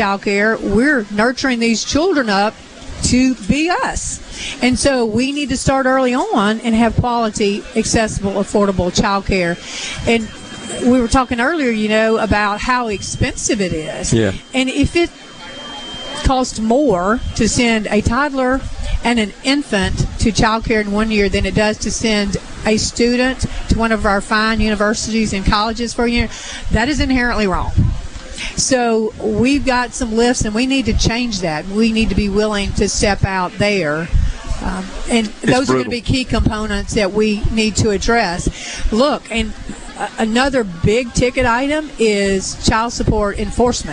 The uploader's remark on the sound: Is LIVE from Founder's Square at The Neshoba Co Fair. Under the SuperTalk tent in the Element Wealth Studio by a wide variety of guests.